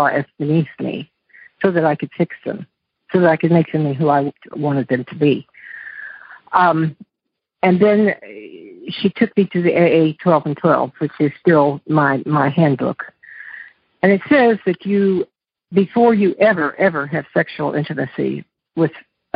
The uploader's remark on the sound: Monday Noon Phone Speakers Series